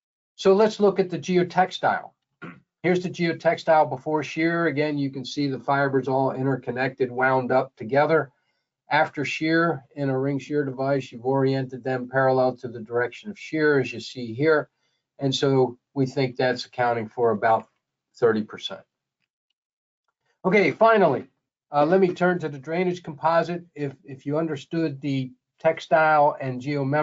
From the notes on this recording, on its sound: This is an audio version of the webinar.